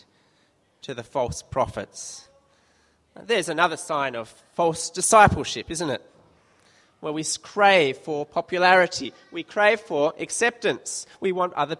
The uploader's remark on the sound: This sermon was preached at St Mary's Cathedral, KL on 26th July 2015.